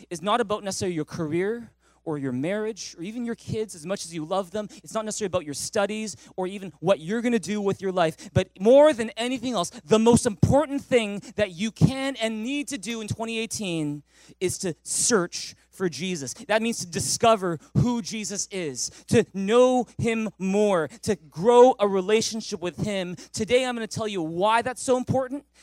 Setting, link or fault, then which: setting, large echoing room